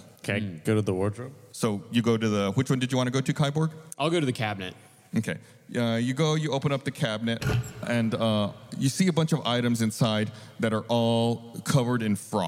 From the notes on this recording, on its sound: filmed LIVE at RTX 2022